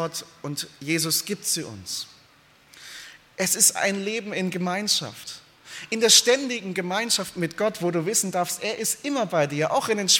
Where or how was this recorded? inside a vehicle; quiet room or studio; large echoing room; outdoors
large echoing room